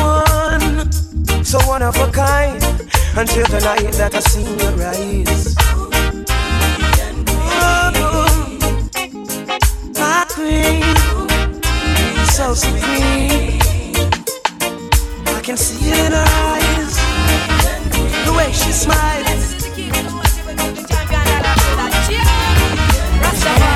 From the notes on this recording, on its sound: Live Recorded Mix from a Cookout Gig last month.